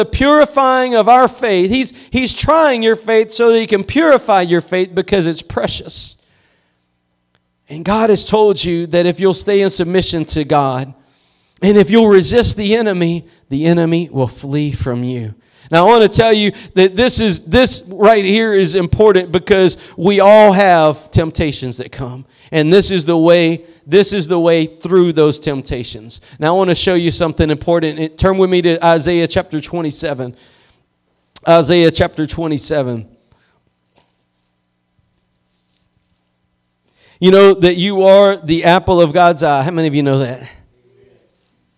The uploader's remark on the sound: Preached at Gospel Lighthouse in Bossier City, La.